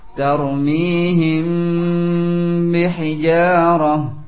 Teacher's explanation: ditahan dulu ya, di antara akhir mim sukun dengan ba